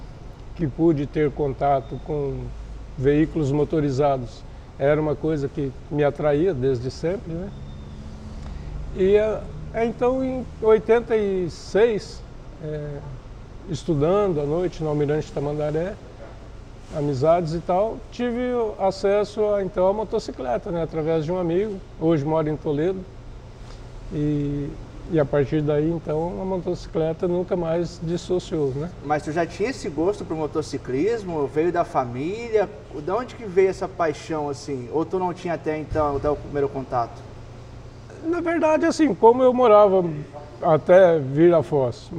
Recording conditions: busy venue